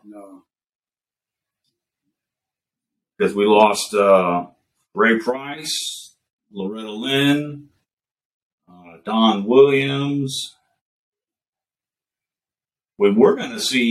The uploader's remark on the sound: We apologize for our continued technical difficulties.